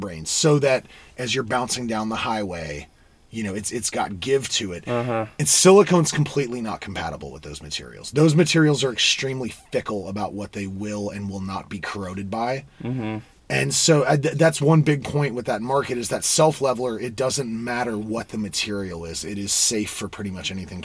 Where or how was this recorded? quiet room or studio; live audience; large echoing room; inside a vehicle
inside a vehicle